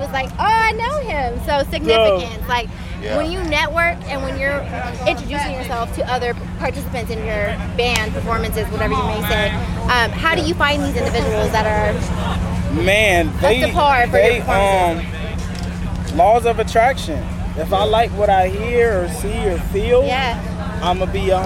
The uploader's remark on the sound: Excuse the sound we were outside at the the SOL BLUME FESTIVAL.